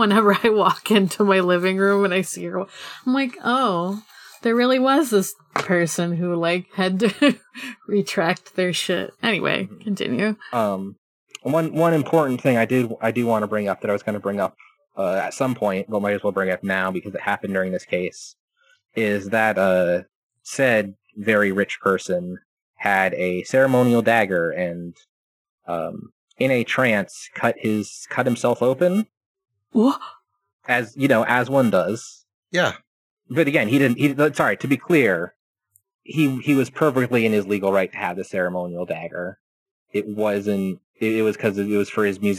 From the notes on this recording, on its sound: Sorry for the fuzzy audio distortion on this one. I did my best to EQ it down while still keeping the track human-sounding.